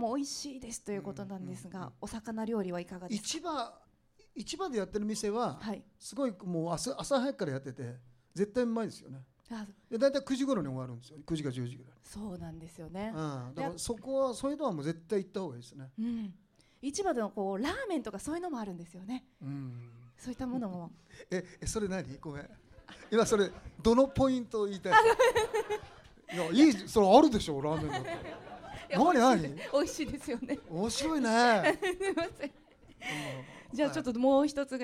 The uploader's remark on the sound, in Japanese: 公開収録が行われ。TOKAI RADIO「SUNDAY FUNDAY!」内で放送された。